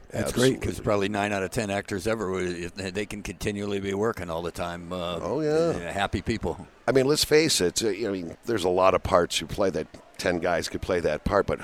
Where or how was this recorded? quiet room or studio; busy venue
busy venue